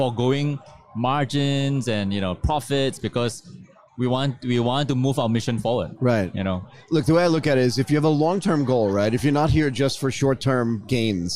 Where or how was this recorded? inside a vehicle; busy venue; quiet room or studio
busy venue